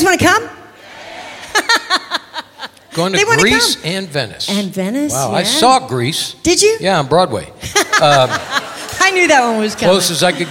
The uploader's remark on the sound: Live at the South Point